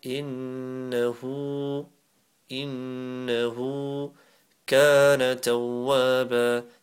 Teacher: The ka and the wa both got alif with them, so it stretched for a second.